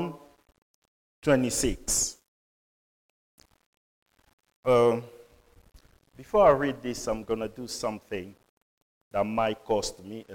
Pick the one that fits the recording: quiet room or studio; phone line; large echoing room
large echoing room